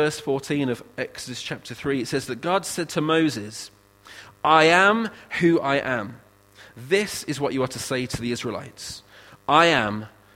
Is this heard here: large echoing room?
yes